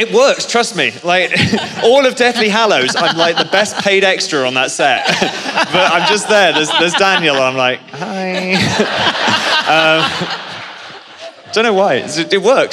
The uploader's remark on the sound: Live From LeakyCon 2018